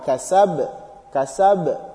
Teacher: Kasab, b, that sound. So, because ba is one of the qalqala letters, so you read also with the knocking sound